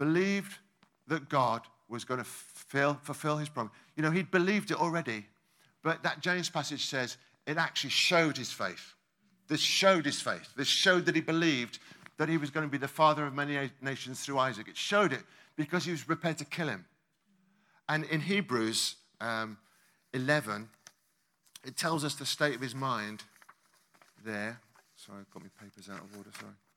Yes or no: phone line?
no